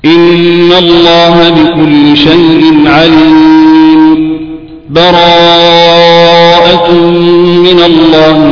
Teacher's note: أي وصل آخر الأنفال بأول براءة · Term: الوصل